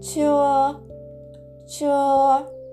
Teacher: CH で始まっているのでこれは反り舌音と言いまして口の中で舌を上向きに反り上げてその左右の隙間から「チュ」と発音します